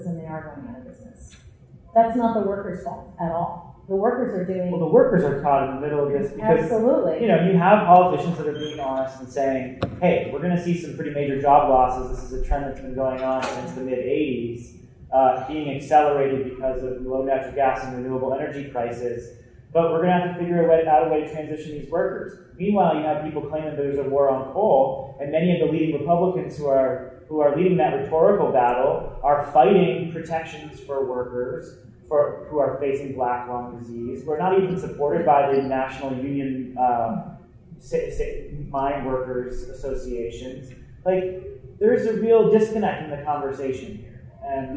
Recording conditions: poor sound quality